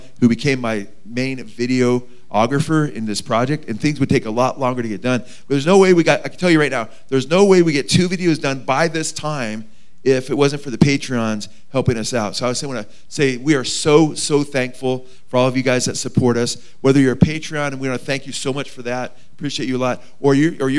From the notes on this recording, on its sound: Today's broadcast is filmed live from the premiere of our new film. At Blessed Hope Chapel in Simi Valley, CA.